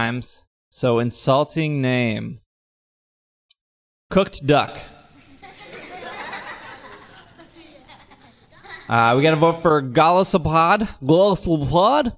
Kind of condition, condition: setting, live audience